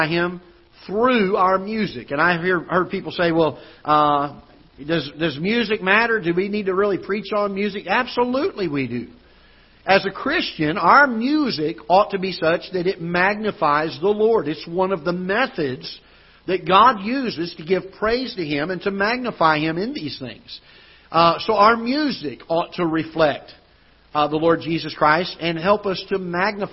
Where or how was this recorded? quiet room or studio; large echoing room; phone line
large echoing room